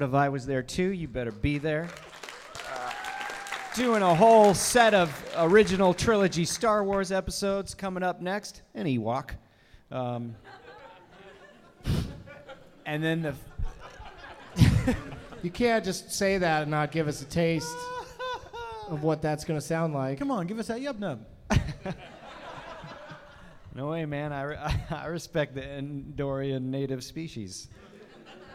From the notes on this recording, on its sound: Live from the Now Hear This Fest in Anaheim